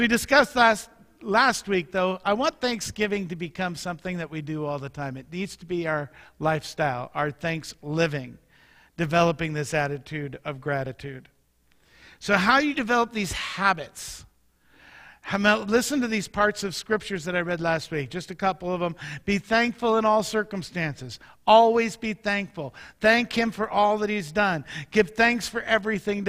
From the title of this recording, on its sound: Mt. Zion Church Live!